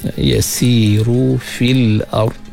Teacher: Kalau kita berqaf pada fil ard, kita kena tebalkan ra mati sebelum dia berbaris di atas